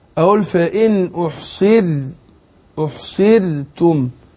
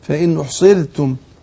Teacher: أقول فإن أحصرتم، لا أقول فإن أحصرتم، شوف الراء مرققة وما كررهاش · Shown in: second take